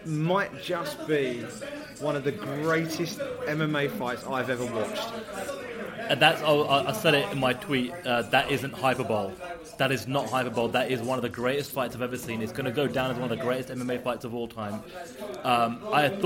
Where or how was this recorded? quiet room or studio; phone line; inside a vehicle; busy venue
busy venue